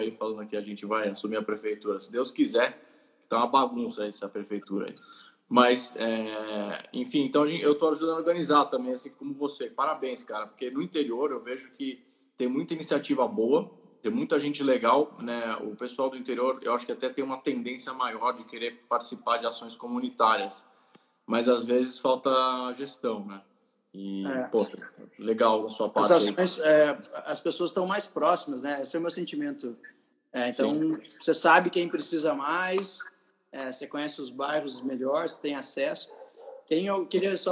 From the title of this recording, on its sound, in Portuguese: Live no Instagram